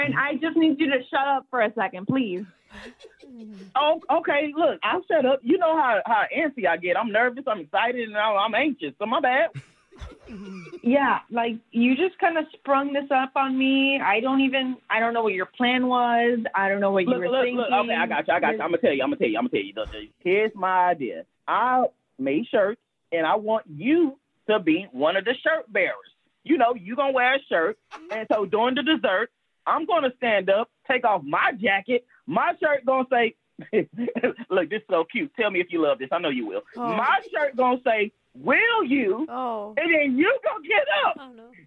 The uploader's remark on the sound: The listener on the phone